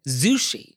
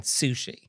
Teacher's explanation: And so what this is actually a quirk of the Japanese language where when the S sound is with another word sometimes, the S sound will convert into a Z sound · Shown in: first take